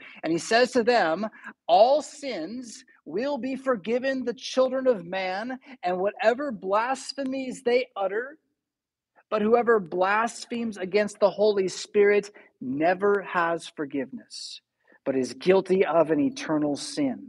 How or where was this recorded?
large echoing room